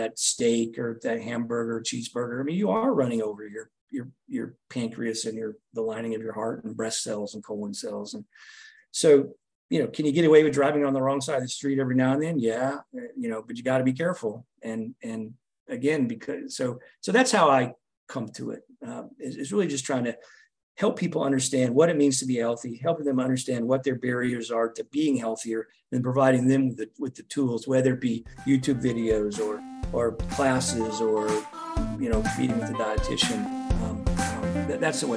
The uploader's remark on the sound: This episode is a short clip from our May 2023 zoom